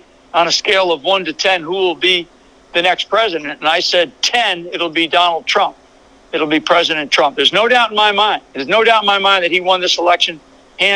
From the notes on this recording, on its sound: Phone interview. AUDIO CREDIT TO WVW-TV.